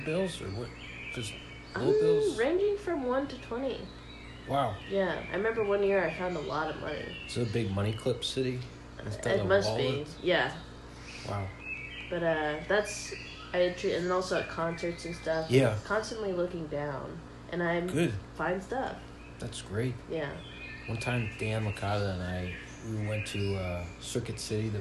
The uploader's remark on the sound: play ambient park noises on YouTube in his apartment